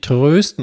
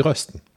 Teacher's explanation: Da das Ö vor zwei Konsonanten kommt, wird es kurz ausgesprochen. · Shown in: second take